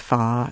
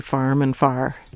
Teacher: people in the South and people in New England share one distinctive feature, which is the lack of a post-vocalic R. · Shown in: first take · So instead of saying farm, they'll say fam, mm-hmm.